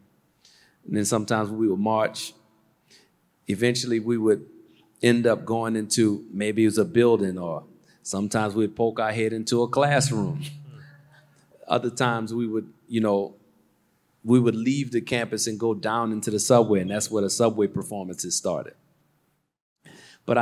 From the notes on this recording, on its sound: Recorded live from the Barclays Center in NY.